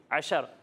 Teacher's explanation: عین کو جو ہے وہ حلق کے درمیان والے حصے سے پڑھنا ہے، اور را کو پر پڑھنا ہے